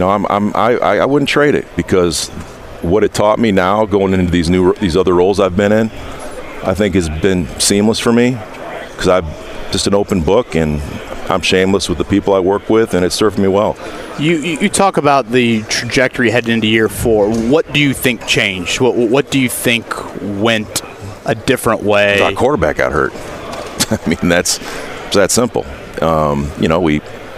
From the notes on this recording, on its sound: live at the Combine